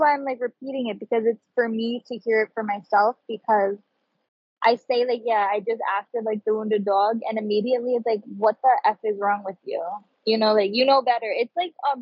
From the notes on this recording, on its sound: Although the audio isn’t the best, we went with it due to the quality of message.